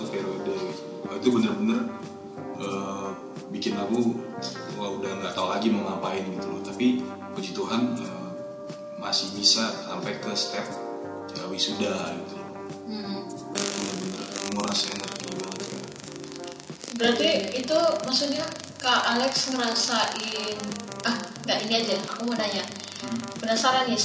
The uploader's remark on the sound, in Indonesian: Rekaman podcast ini sedikit trouble secara teknis